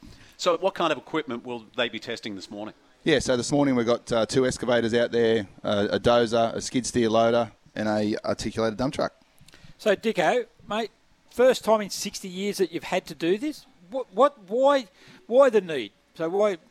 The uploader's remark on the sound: live from Westrac at the Robson civil projects open day